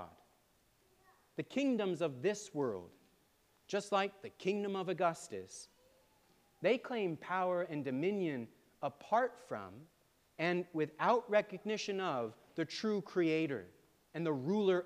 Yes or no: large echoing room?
yes